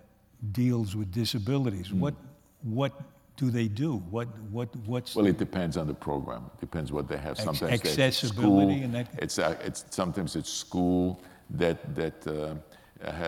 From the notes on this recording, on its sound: recorded on November 13, 2018 in front of a live audience at New York’s 92nd Street Y